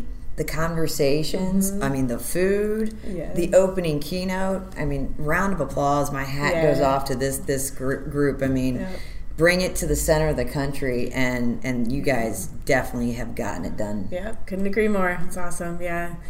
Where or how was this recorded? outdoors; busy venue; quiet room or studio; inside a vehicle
busy venue